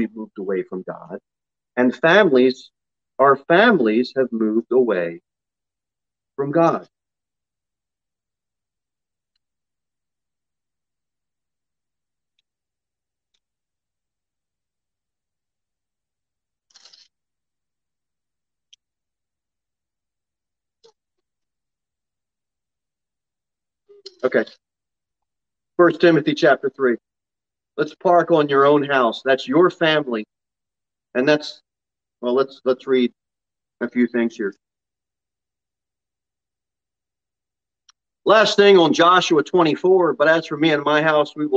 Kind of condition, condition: setting, large echoing room